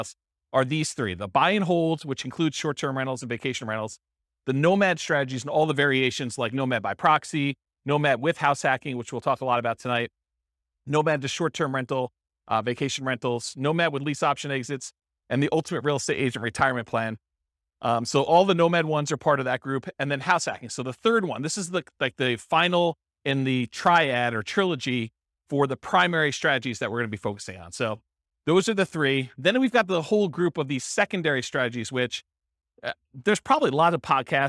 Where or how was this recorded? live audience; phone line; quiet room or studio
live audience